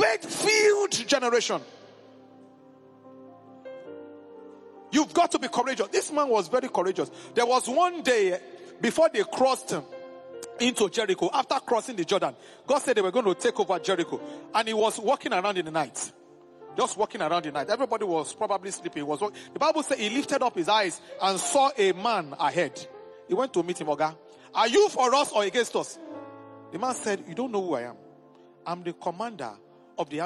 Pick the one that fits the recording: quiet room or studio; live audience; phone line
live audience